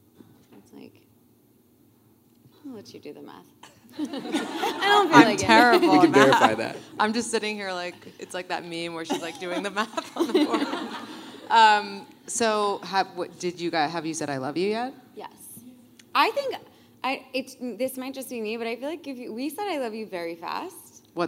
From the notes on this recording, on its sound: Live Panel in Chicago. In our live podcast from Chicago.